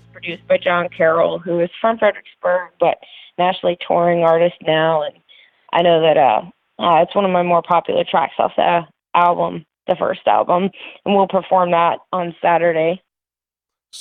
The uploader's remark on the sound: On the phone.